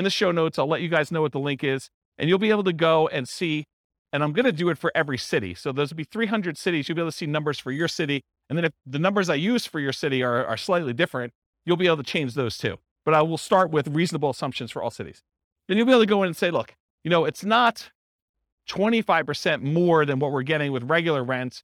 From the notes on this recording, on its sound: This was a live class recorded